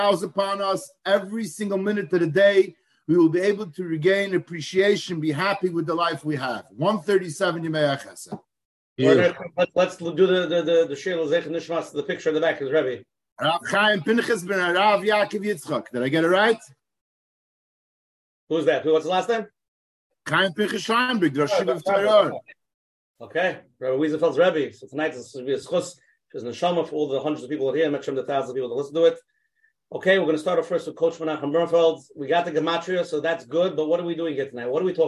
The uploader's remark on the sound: Zoom Interview